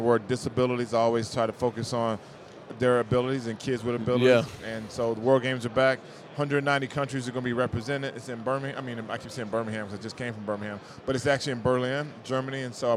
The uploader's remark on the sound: LIVE RAW & UNFILTERED at Super Bowl LVII